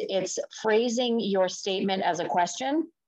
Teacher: you do an upward cadence at the end, and it then sounds like a question and it is very common. · Term: uptalk